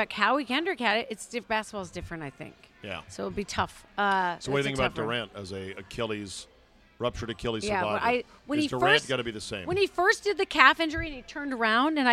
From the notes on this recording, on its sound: Recorded at DC Prime Steakhouse in Ashburn, VA.